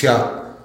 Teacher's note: you cut it off, that elongated vowel, you cut it off with a glottal, and it becomes tia